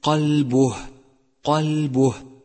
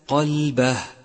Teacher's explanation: انتبه إلى أن حرف الباء مضموم وليس مفتوحا · Shown in: first take